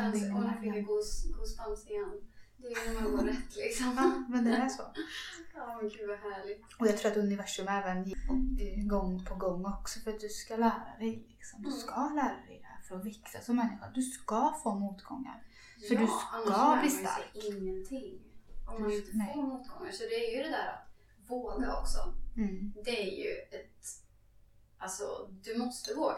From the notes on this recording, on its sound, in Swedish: Vårt absolut första avsnitt, vi brottas med mickar och ljud vilket kanske inte blev den bästa kvalitén. På med headsetet.